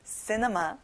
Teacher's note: 친구들 앞에 C가 있는데 크 소리가 안 나요. 그리고 C에 강세를 넣어볼까요?